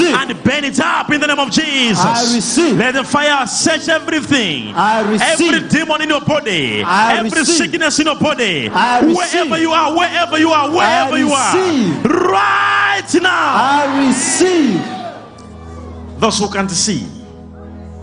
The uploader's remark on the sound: LIVE SUNDAY SERVICE